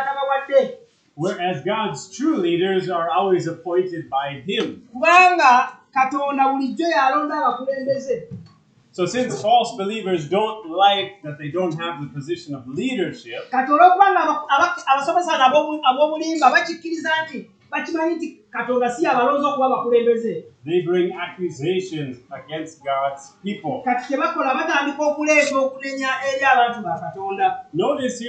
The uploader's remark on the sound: This was preached at Lubumba Community Church on July 16, 2023